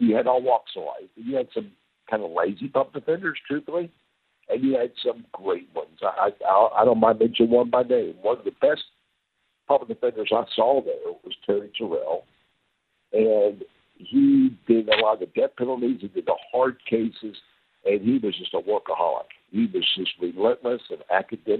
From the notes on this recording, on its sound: joins us by phone